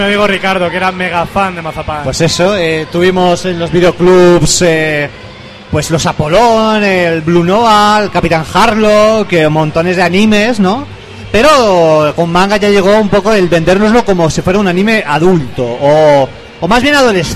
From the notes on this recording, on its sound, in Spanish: En directo desde Expomanga